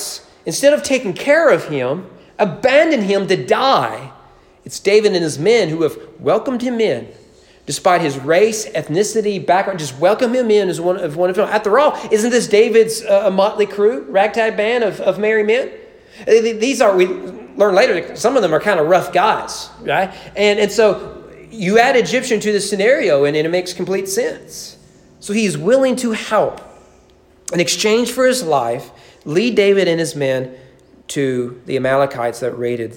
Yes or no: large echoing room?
yes